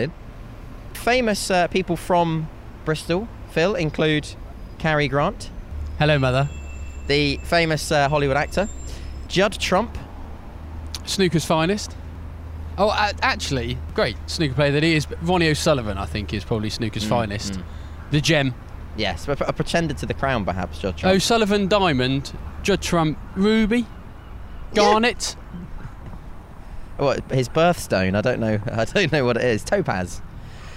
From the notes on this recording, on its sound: an entertaining walk as they discover the sights and sounds of Bristol